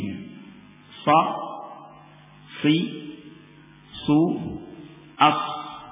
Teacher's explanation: Ujung lidah dengan tarfut tanaya sufla, dengan bagian atas dari gigi seri yang bawah. Ini tiga keluar tiga huruf ini, sad, zai, dan sin. · Term: huruf safir